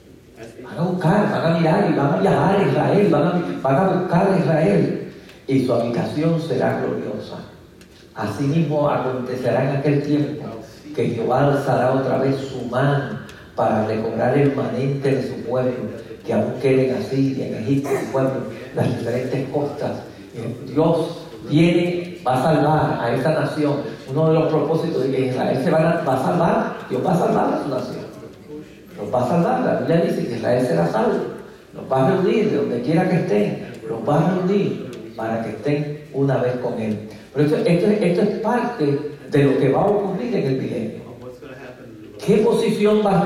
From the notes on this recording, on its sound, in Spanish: Nuestras disculpas por la calidad de el audio en este episodio ya que nos vimos forzados a utilizar una fuente alterna de el mismo. IDDPMI Columbia.